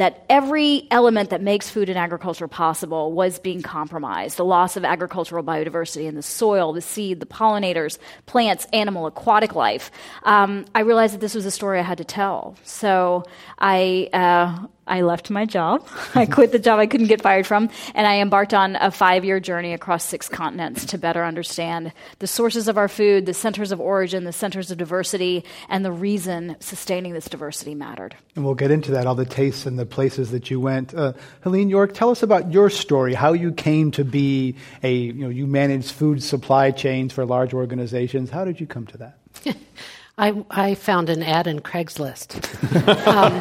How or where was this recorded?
live audience